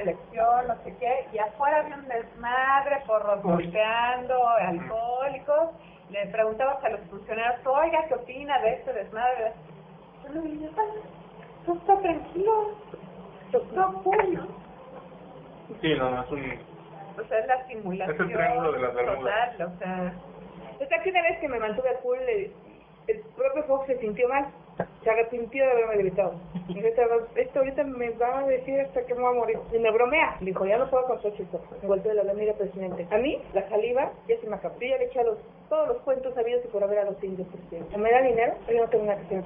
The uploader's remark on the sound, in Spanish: Grabado en 2010 (Low-fi). Grabado en Low-Fi.